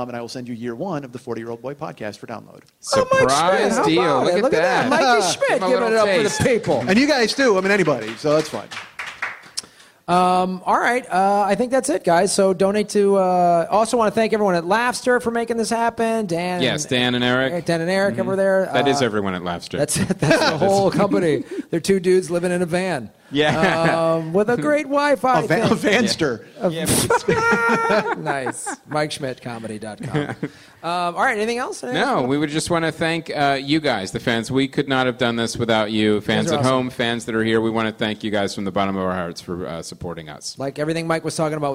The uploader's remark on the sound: Live in San Diego. Live at the American Comedy Company.